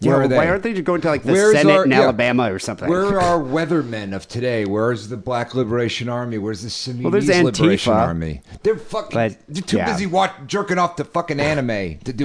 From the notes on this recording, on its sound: Phone calls.